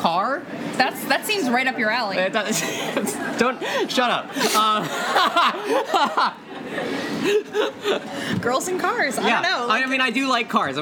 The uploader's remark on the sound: Live in Renton. Join a lively crowd in Renton.